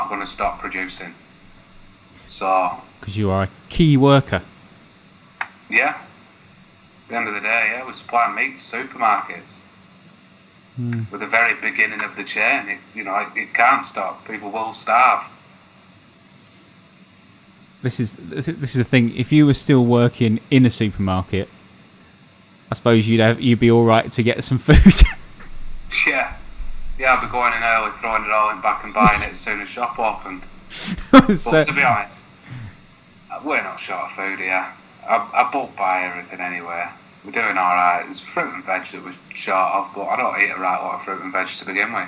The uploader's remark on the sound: With the restrictions in place we conduct this episode via Skype, thanks Corona!